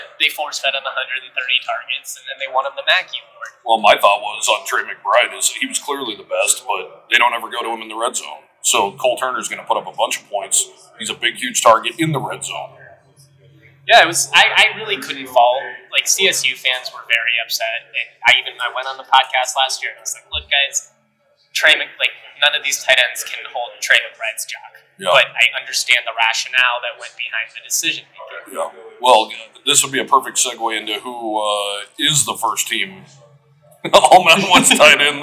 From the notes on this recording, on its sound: Live from Mountain West Media Days. At the Mandalay Bay in Las Vegas.